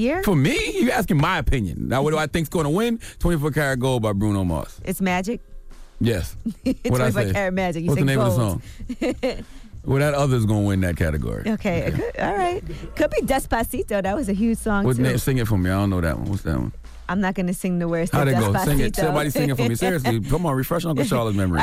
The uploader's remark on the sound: Today on the show we opened up the phone lines to see if our listeners were just as upset with Malia Obama smoking as the rest of the world seem to be.